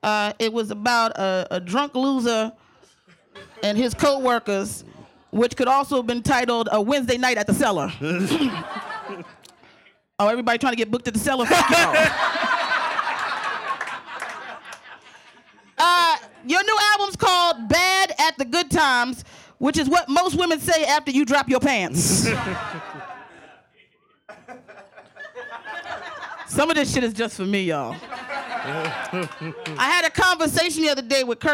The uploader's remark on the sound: Live at The Stand Comedy Club & Restaurant in NYC.